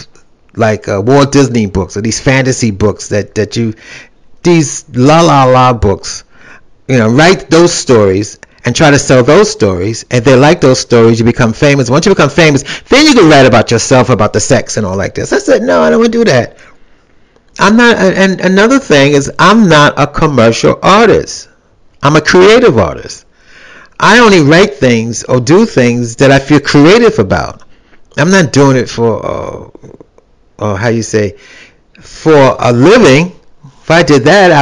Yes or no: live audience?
no